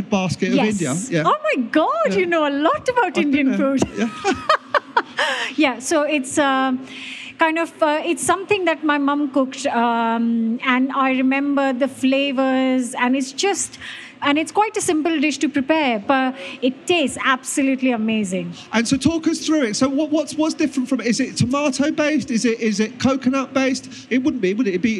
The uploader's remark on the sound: This was recorded at the BBC Good Food Show.